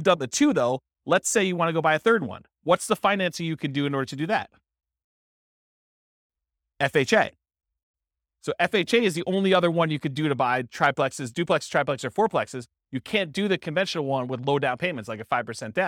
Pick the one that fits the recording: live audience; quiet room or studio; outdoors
live audience